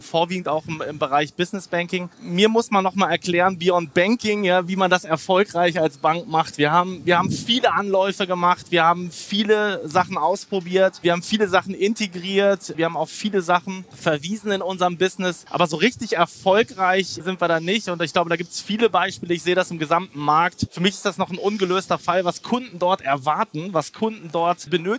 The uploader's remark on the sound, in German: Eine Aufzeichnung des gleichnamigen Panels von der Banking Exchange 2022 in Frankfurt am Main